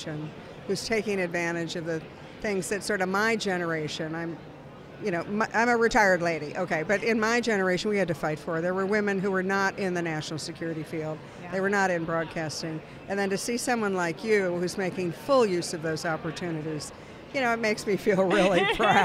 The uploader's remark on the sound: joins the podcast from the Conservative Political Action Conference in Orlando, Florida